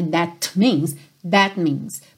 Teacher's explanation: você também quase não ouve o T final do that, né? Não é that means, that means.